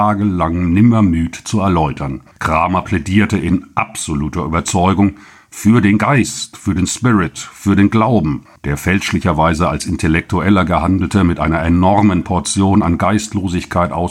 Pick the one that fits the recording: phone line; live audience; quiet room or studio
quiet room or studio